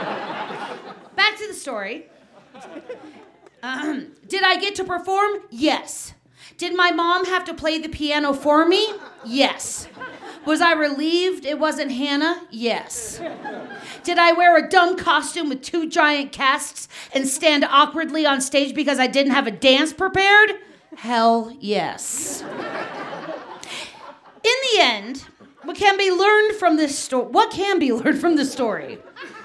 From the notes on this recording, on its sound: These two Denver natives shared this story live on 20 February 2019.